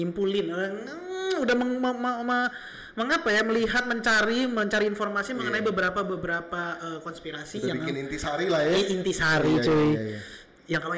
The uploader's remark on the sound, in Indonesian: maaf ya suaranya agak jelek karena sound-nya belum di setting.